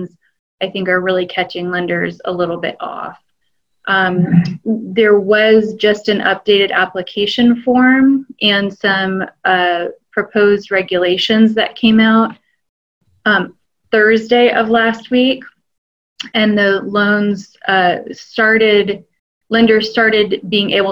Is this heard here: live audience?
no